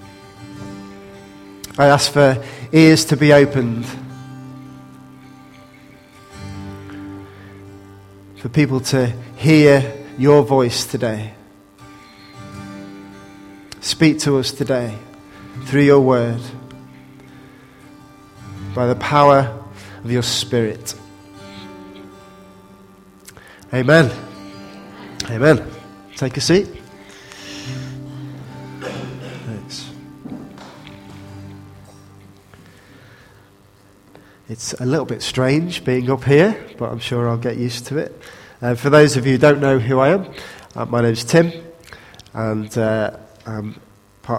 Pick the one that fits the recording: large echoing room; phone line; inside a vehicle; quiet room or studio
large echoing room